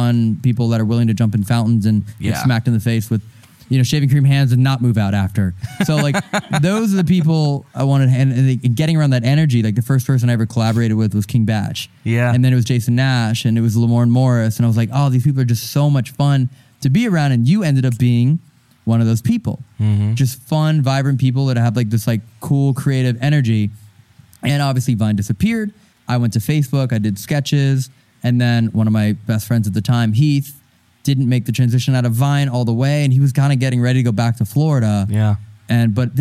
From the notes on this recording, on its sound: Live Show Start: our tour trailer is falling apart. This episode was filmed in front of a live audience at the haunted Hillview Manor in New Castle, PA.